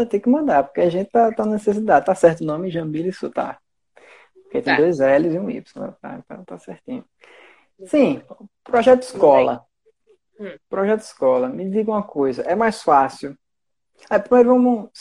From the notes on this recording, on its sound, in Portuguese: Este episódio surgiu de uma Live no instagram